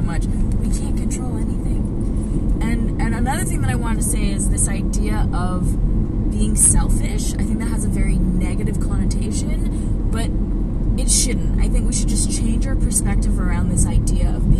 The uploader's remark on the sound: On the way to a cottage we got into talking about life, love relationships and so much more we felt we needed to recorded it and share. Carcast aka podcast in a car.